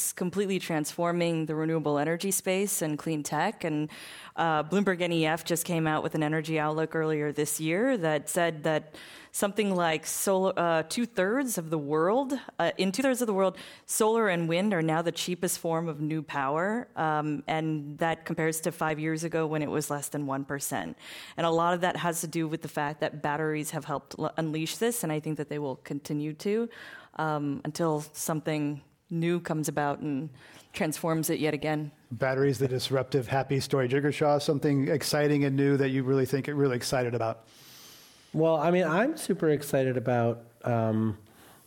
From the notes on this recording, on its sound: This program was recorded in front of a live audience at The Commonwealth Club of California in San Francisco on August 5, 2019.